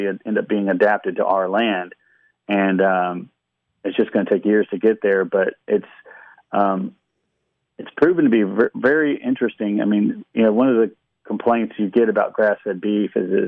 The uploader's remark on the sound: Talks via phoneline with Shreveport farmer and proprietor of MaHaffey Farms.